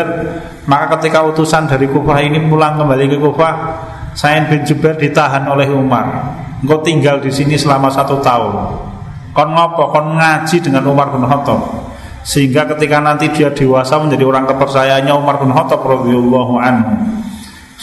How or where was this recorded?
large echoing room